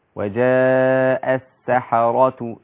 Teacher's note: الراء بتاع السحرة راء مفخمة